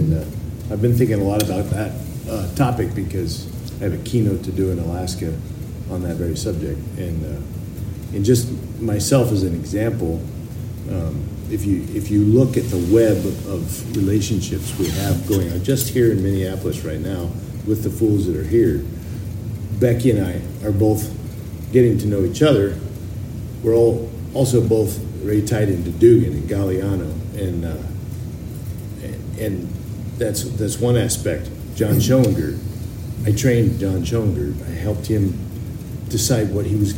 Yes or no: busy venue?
yes